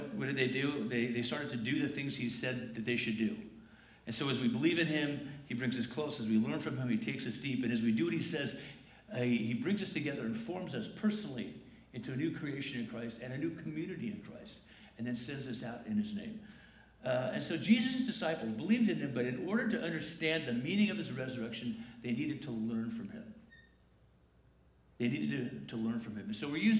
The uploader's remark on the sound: Morning worship takes place at 9:00 and 10:45 am on Sundays at La Jolla Community Church. The 10:45 am service on Sunday, April 28, 2019.